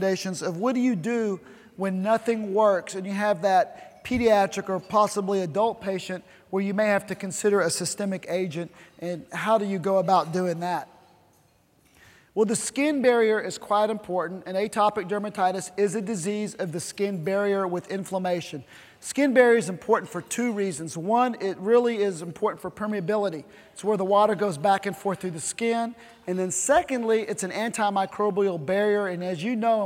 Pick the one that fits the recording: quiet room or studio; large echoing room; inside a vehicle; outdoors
large echoing room